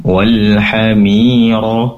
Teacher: Kemudian bighola, gho di sini matabi'i dua harokat, la pendek, walhamiro mi matabi'i, ro pendek namun juga tebal ro-nya, walhamiro sambil mengangkat pangkal lidah ke atas karena ro berharokat fathah merupakan huruf yang tebal